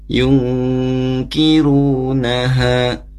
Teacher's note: Nun sukun bertemu huruf kaf, itu juga dibaca gunnah.